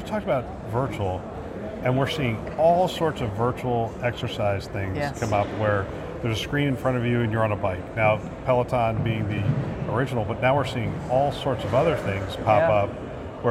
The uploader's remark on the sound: live from CHIME’s Fall Forum